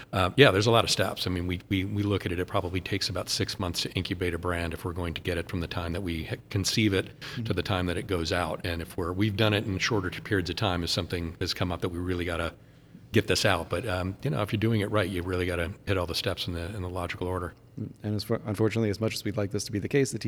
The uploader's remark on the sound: Live at Black Button Distillery! Live from New York it's Black Button Distillery! This is recorded live, on-site, before any production had started.